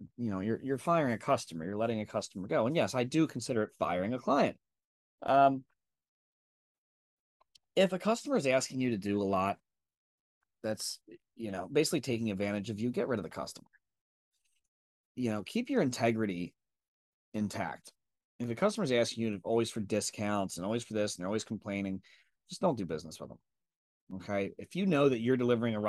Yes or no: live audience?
no